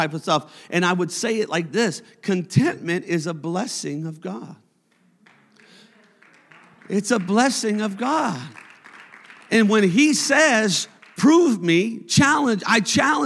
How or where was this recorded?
large echoing room